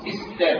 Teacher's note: عشان لسان العربي ينطق هذه الالف بالهمز المكسور قبل السين · Term: الف الوصل